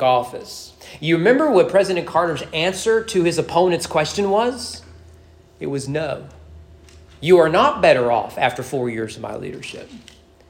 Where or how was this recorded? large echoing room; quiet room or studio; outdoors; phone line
large echoing room